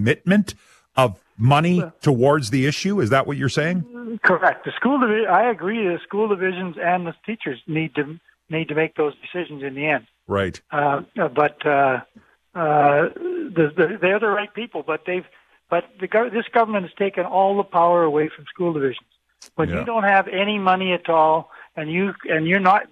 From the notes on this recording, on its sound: Opens up the phone lines to take your calls.